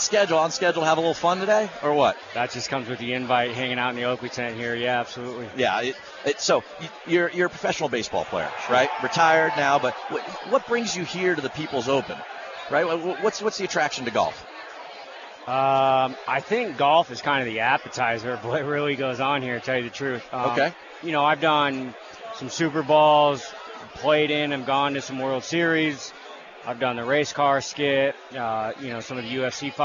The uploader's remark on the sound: Performs the Show live from the 16th hole at the Waste Management People's Open. This PGA Tour event is known for its immense crowds and great golf action.